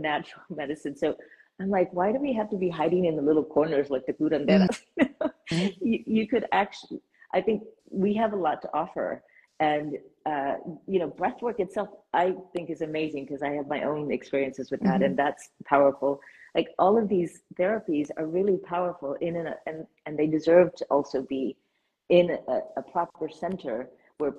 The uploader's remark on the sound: was recorded live on Instagram.